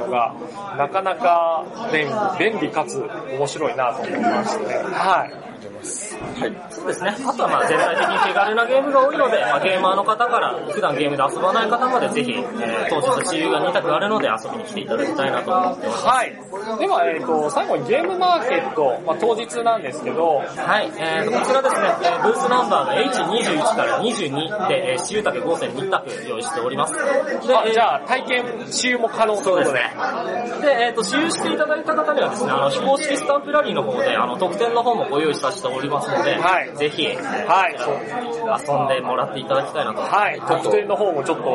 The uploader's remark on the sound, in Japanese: 音量注意！ 環境音が大きいのでご注意ください。今回収録を行ったのは、イエローサブマリン秋葉原RPGショップで開催された『ゲムマ2015秋新作事前体験会』！前回にも増して周囲の音が大きく、お聞き苦しい部分もあるかとは思いますが、重ねてご容赦ください。